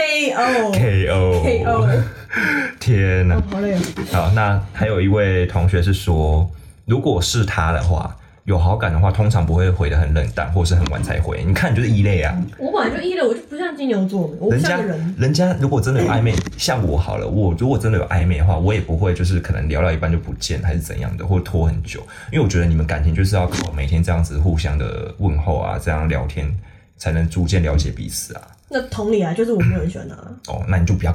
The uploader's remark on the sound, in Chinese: 整集真的很歡樂很吵。可惜的是錄音的時候沒注意到有信號干擾的情況，。